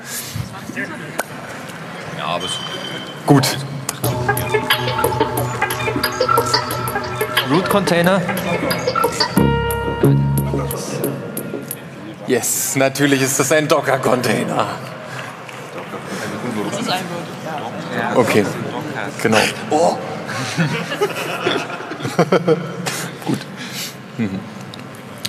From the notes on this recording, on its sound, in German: Zwei Teams mit rauchenden Köpfen und ein johlendes Publikum. 34c3.